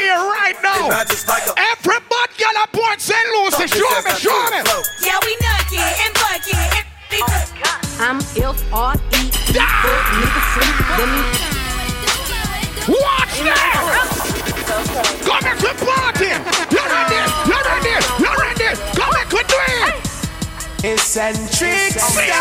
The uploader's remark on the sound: Fever Fridays - Port St. Lucie, FL 9/2/22 (LIVE AUDIO).